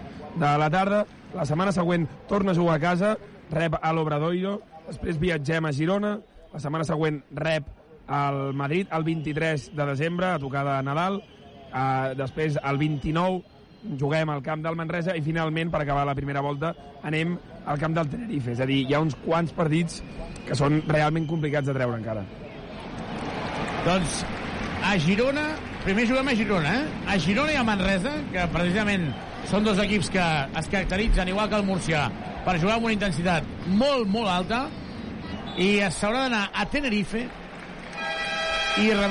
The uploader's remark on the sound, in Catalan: Transmissió en directe del partit UCAM Murcia vs Joventut.